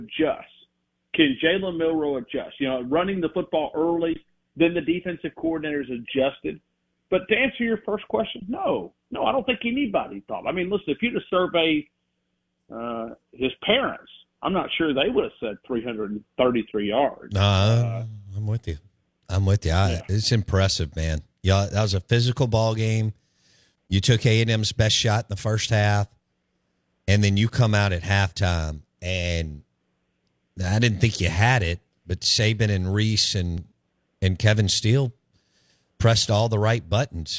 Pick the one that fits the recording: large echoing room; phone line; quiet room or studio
phone line